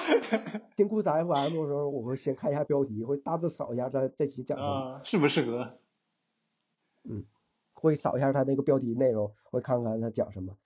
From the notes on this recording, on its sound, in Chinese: 由于录音上出了点小问题，效果上有所欠缺，还请多多包涵。